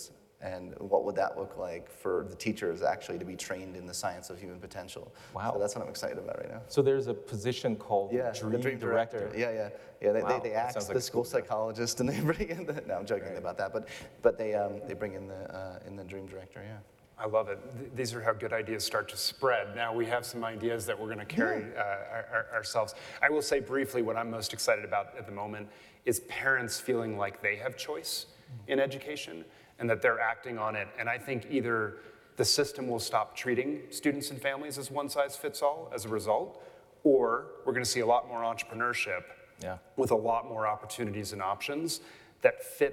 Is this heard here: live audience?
yes